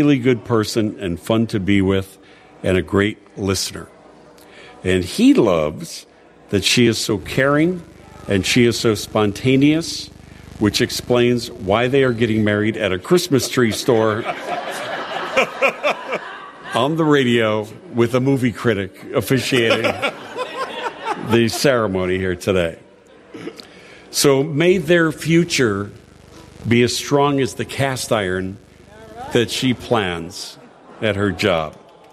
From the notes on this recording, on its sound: Live from Treetime Christmas Creations! The annual show at Treetime in Lake Barrington!